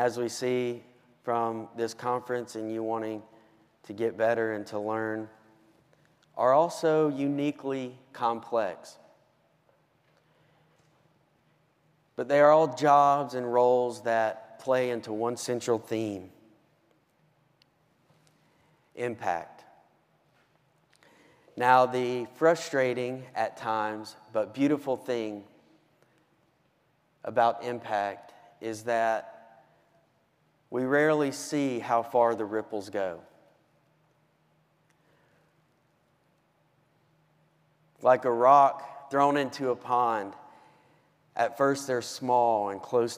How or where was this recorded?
live audience